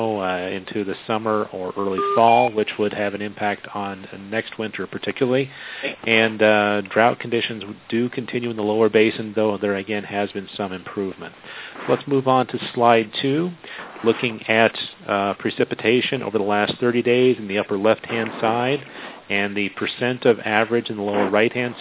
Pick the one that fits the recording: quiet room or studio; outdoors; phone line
phone line